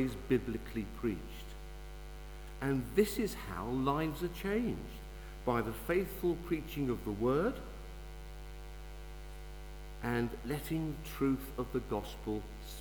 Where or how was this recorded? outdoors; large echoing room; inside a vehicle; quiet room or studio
large echoing room